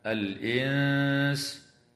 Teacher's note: وتخفى النون الساكنة عند السين مع الغنة